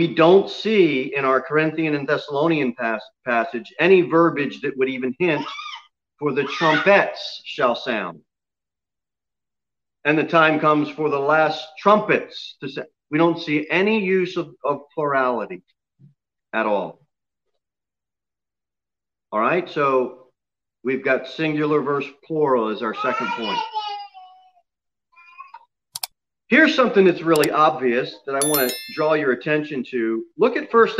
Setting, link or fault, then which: setting, large echoing room